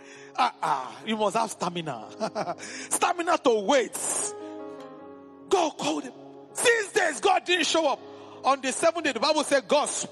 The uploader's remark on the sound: A live ministration at the Headquarters church